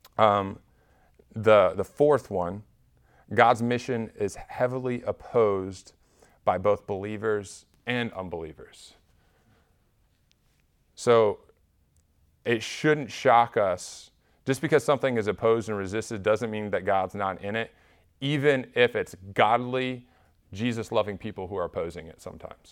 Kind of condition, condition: setting, large echoing room